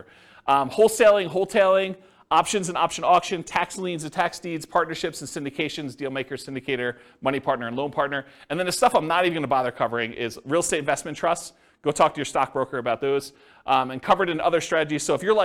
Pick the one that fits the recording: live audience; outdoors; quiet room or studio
live audience